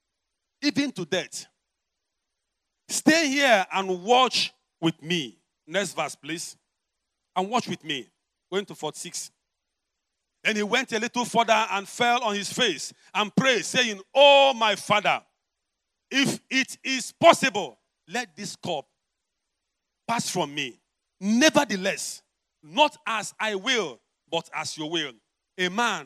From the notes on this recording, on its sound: preached at the Overcomers Church World Outreach